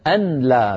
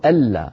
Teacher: يعني كتبت بإدغام النون في اللام بعدها على نية الإدغام، لأن العرب تدغم النون الساكنة في اللام بإجماع · Shown in: second take · لا يقول العربي أبدا أن لا بإظهار النون عند اللام